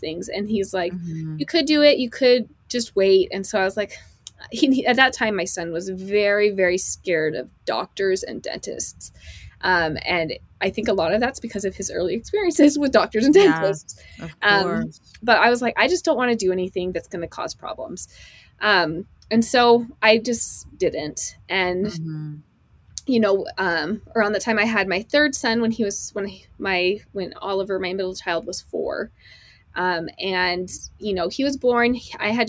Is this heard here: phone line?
no